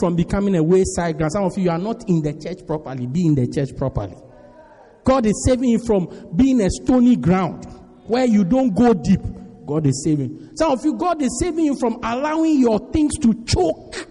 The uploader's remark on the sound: Preached At Strong Christian Church-Durban, South Africa